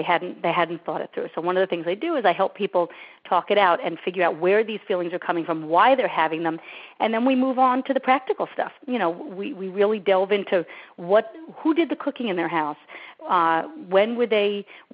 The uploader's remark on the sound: On this recording of our June 1, 2010, teleseminar